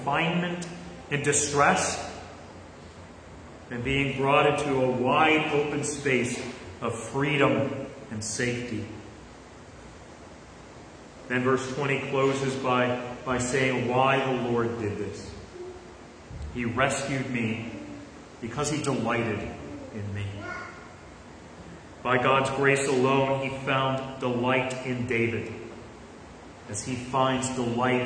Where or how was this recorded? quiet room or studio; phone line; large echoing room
large echoing room